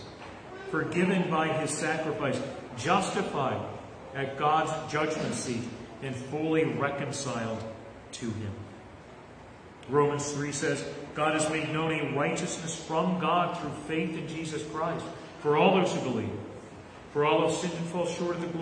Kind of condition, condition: setting, live audience